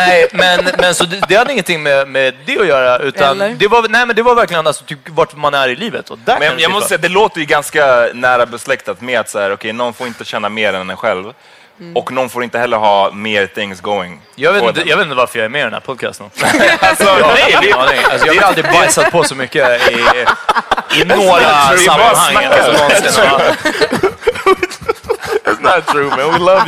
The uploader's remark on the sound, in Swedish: Live på Kulturhuset